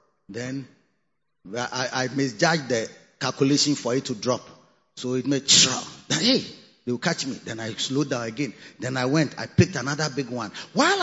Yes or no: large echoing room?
yes